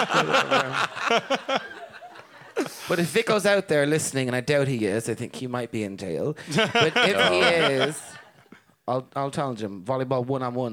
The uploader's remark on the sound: Huge thanks to the Workmans for having us again.